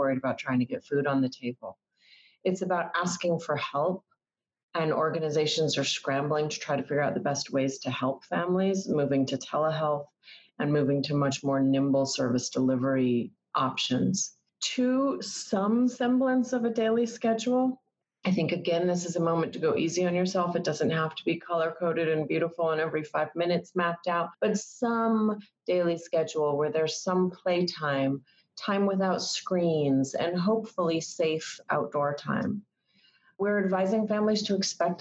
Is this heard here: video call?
yes